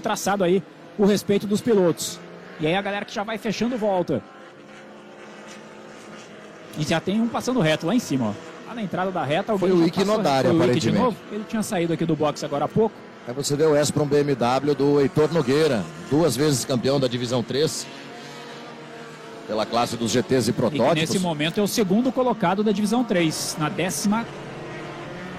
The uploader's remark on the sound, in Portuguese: Transmissão AO VIVO da 2ª Etapa 2022 (corrida 1), da Gold Classic, direto do Autódromo Velocitta - Mogi Guaçú (SP).